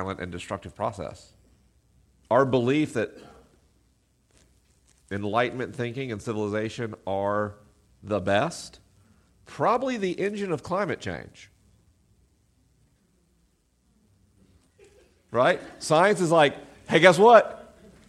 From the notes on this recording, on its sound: LIVE in Portland, OR. This week is a live episode.